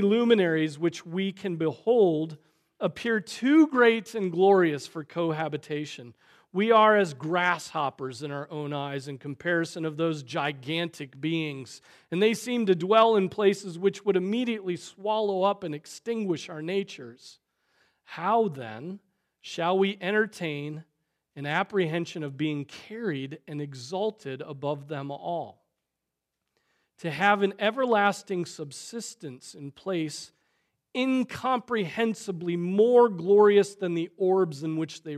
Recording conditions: large echoing room